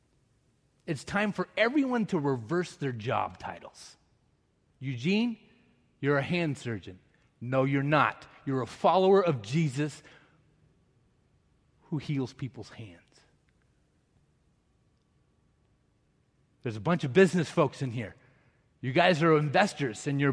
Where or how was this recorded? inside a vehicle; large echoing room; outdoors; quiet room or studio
large echoing room